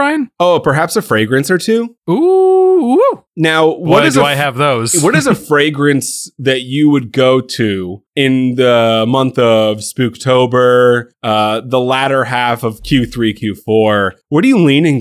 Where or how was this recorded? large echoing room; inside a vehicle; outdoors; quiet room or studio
quiet room or studio